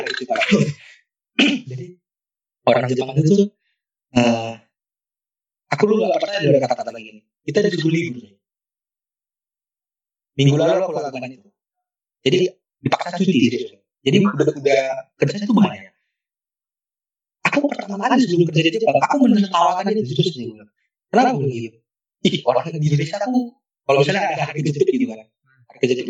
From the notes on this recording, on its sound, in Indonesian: mohon maaf untuk kualitas audio yang cukup buruk